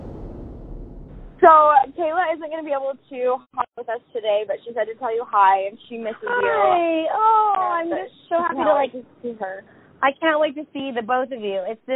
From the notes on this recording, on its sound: the audio is a little wonky this week